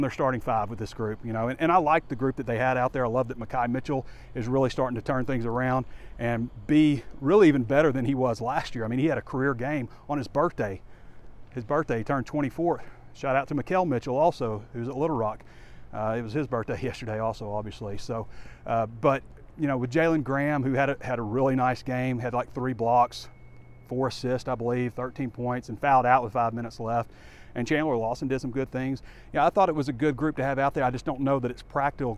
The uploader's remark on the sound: WALK & TALK